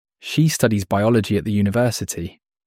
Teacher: In this sentence, studies, biology, and university are stressed. The stress on studies tells us what the person is doing. · Term: sentence stress